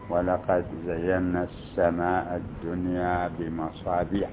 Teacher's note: حرف الزاي والصاد والسين في كلمات زينا ومصابيح وسماء تجدونها من الحروف أو من الأصوات التي يطلق عليها مصطلح أصوات الصفير